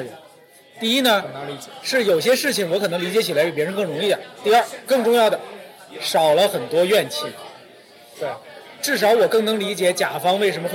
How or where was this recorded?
busy venue